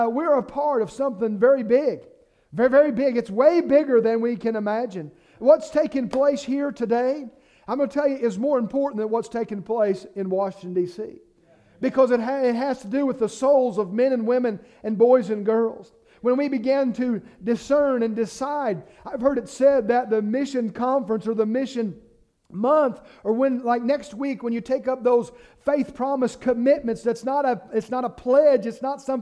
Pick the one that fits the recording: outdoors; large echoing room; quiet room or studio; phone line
large echoing room